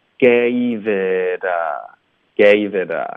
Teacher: gave 跟 it 要连读，gaveit，it 跟 a 也要连读，t 的音会浊化